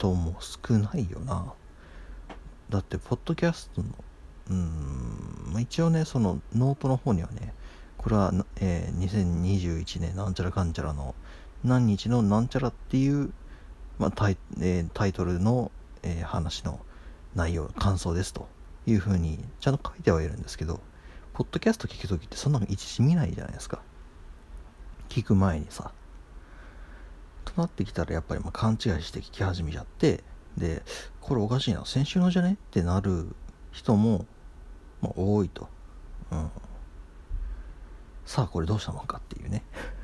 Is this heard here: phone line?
no